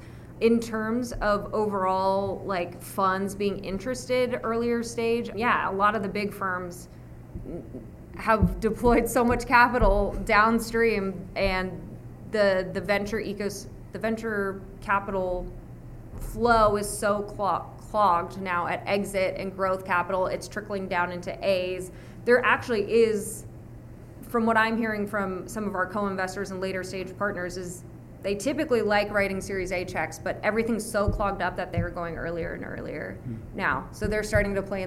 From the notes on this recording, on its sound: We share a conversation recorded at Austin Startup Week.